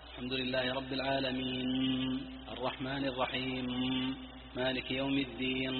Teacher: تطنين النونات بالمبالغة في الغنات